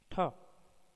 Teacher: ये हिंदी की मूर्धन्य महाप्राण अघोष स्पर्श ध्वनि है